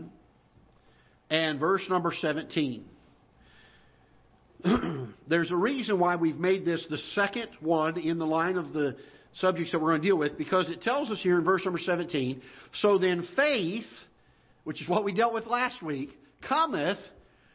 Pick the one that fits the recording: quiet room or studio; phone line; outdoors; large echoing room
large echoing room